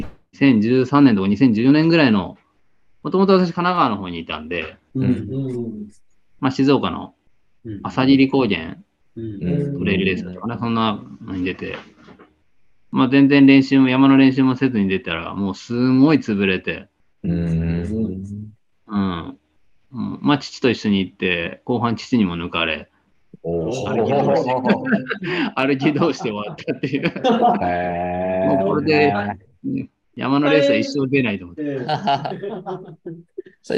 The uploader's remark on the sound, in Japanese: 広島県、三原市。コースをよく知る二人のゲストと初のリモート収録で深堀しました。収録会場 RunTree。